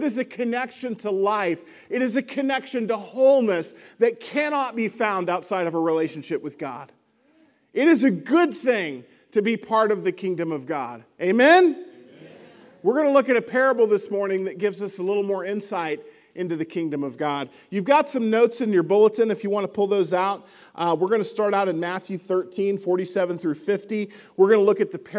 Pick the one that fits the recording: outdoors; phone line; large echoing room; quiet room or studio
large echoing room